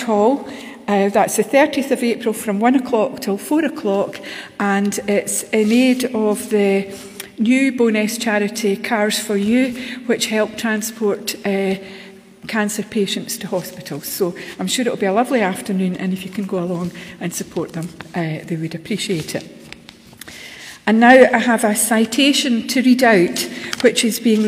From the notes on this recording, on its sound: Live from The Old Kirk. Our live stream of todays service.